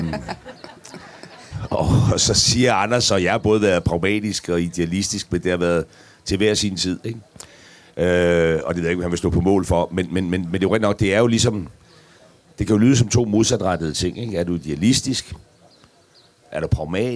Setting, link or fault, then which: setting, live audience